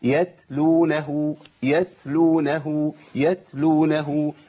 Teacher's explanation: لابد من الهمس من مخرج التاء